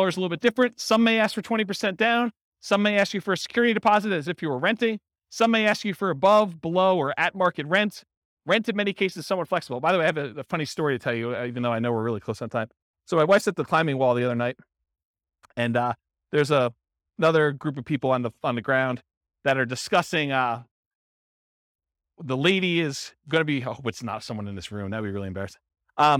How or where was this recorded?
live audience